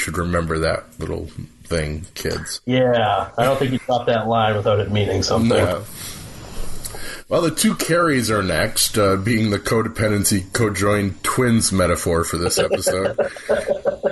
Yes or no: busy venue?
no